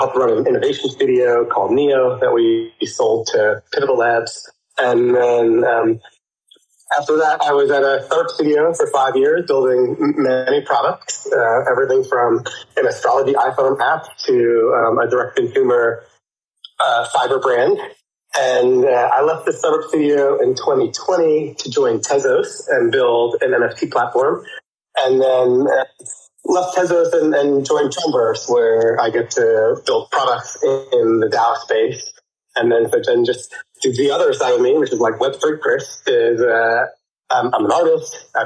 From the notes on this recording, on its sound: Recorded live on Shardeum Discord on 13th February, 3 PM UTC.